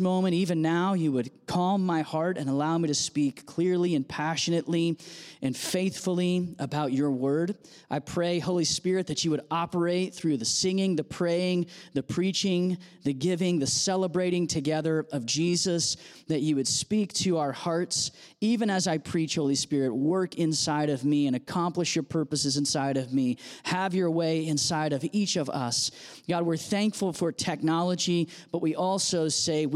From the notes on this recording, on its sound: audio from New City Church in Champaign-Urbana, IL